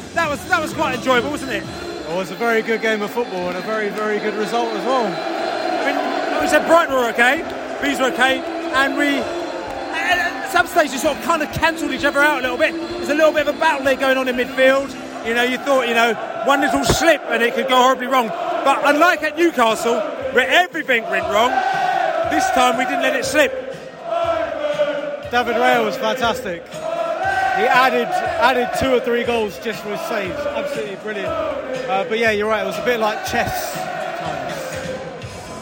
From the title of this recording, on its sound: post-match podcast from the stands